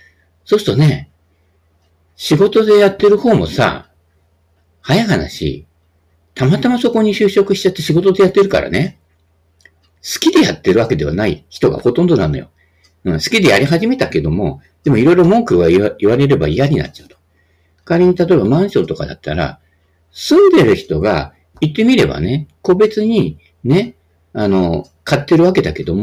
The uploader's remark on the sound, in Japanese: 音質低め音割れありモノラルカセットテープくらい？